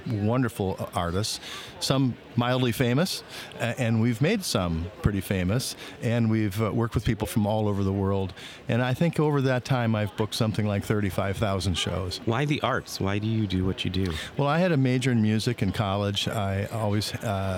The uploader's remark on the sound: Live From Our Booth at MAX